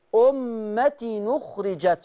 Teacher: ورش بيعمل حاجة اسمها نقل، هيشيل الهمزة وياخد حركتها يحطها على التنوين